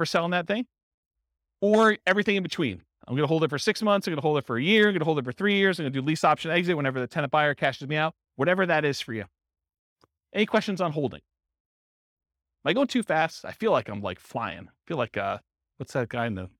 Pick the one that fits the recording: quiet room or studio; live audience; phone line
live audience